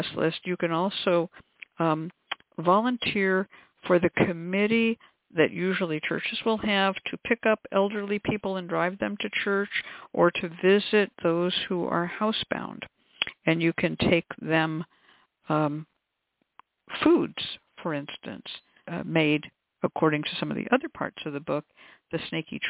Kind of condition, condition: link, phone line